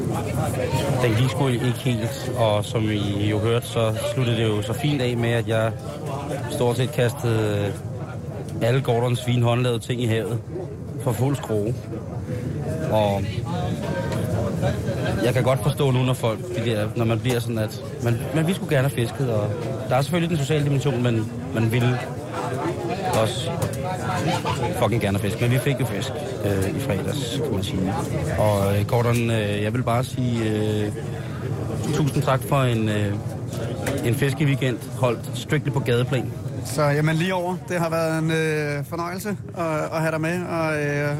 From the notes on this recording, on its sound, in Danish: Har lige sendt live fra Folkemødet på Bornholm.